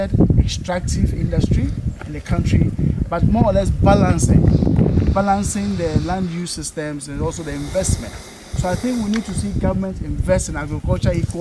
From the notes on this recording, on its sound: recordings of interviews captured during a May 2023 field trip to Ghana